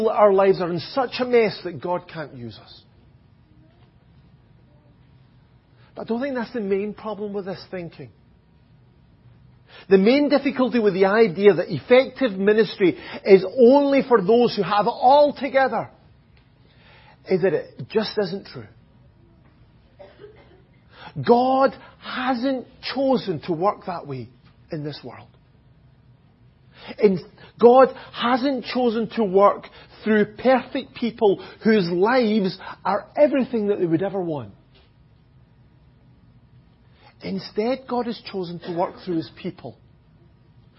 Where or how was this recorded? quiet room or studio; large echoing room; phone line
large echoing room